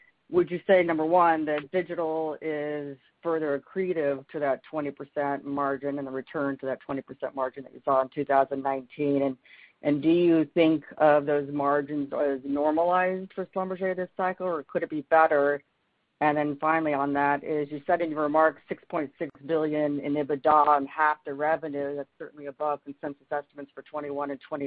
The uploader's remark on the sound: Schlumberger Limited Q3 2020 Earnings Conference Call